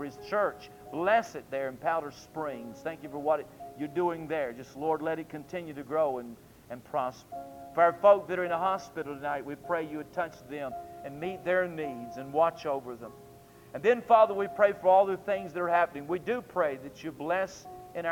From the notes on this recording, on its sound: during the PM service on February 27, 2002